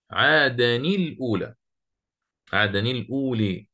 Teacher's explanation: وأما خلف العاشر فيدغم ويكسر التنوين